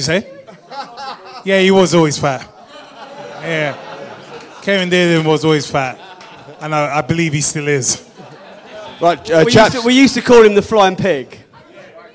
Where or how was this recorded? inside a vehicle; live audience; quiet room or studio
live audience